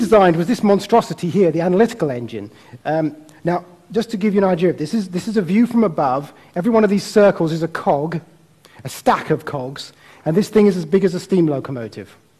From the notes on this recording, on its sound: (Recorded at TEDxImperialCollege).